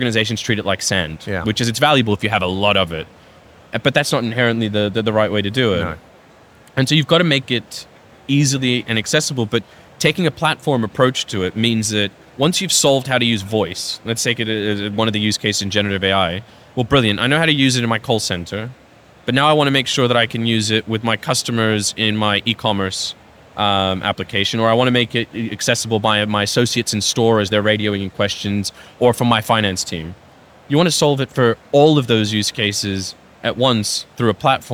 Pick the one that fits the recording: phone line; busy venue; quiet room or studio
busy venue